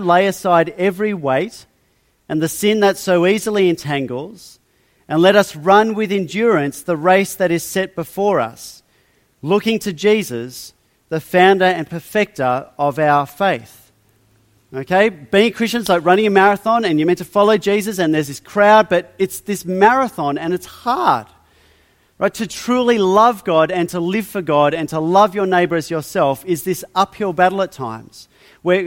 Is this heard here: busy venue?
no